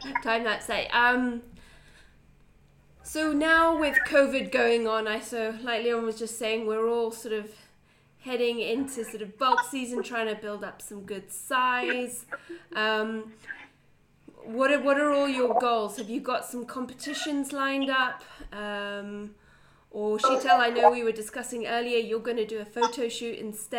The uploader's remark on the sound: We do apologise for the sound quality; we would have loved to have had everyone in the same room! However due to Covid that was not possible. We hope you don't mind the odd matatu, chicken call and zoom glitch!